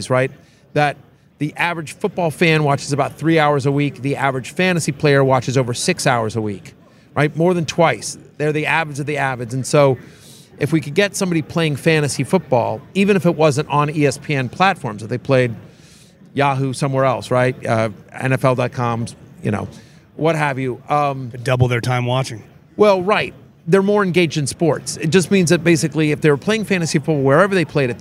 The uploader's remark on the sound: Live from the NFL Combine